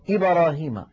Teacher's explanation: في إبراهيم مثلا يقولون إبراهيم، الباء تميل إلى الفتحة